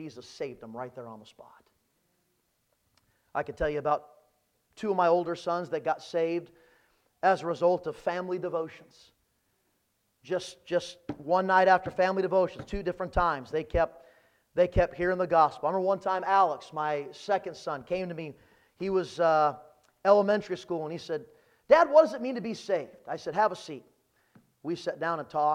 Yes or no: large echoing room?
yes